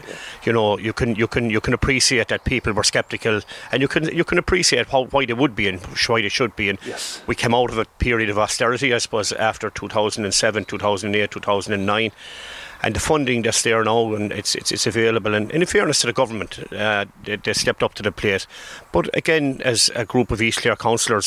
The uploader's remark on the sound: Called Into the outside broadcast. Originally broadcast as part of Saturday Chronicle. Broadcast live from the Killaloe Hotel and Spa.